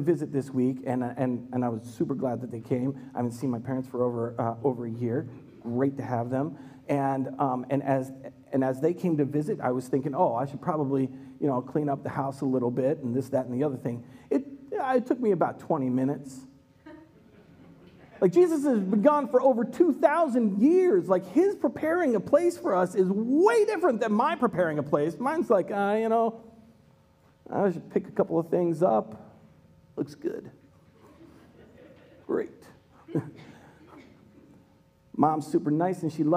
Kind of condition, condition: setting, live audience